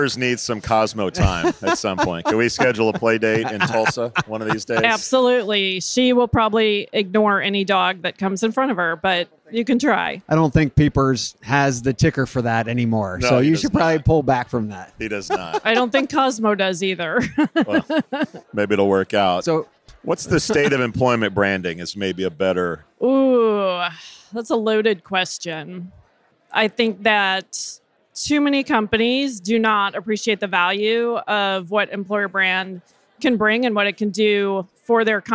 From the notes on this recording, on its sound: Live from TA Week at the Qualifi booth